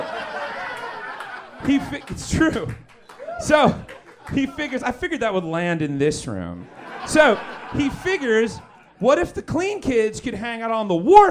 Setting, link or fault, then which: setting, busy venue